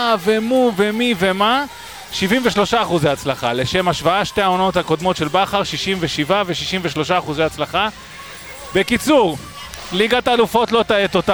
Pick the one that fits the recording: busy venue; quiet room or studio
busy venue